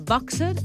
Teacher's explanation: hem de pronunciar el terme boxer, amb O oberta i E neutra